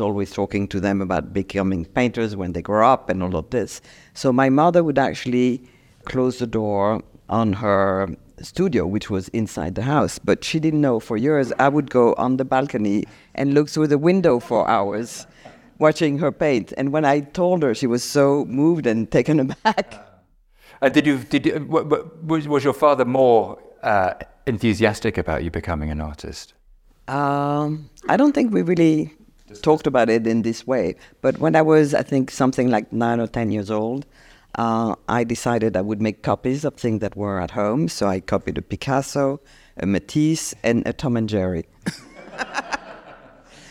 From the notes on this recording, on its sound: Originally recorded as a live event. At Sotheby’s in London.